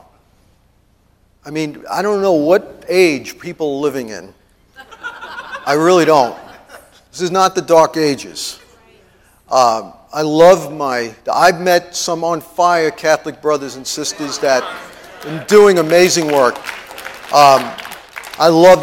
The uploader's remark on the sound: TEACHING AT IMPACT CT CONFERENCE MAY 1